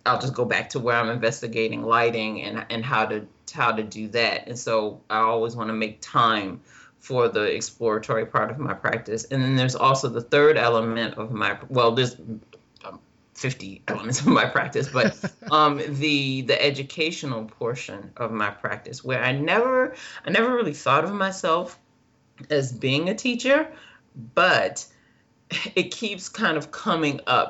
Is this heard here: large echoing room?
no